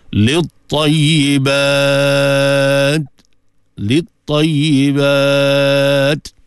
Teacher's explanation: Ada berikan sifat syiddah dia, kemudian diikuti dengan hams ada di hujung tu.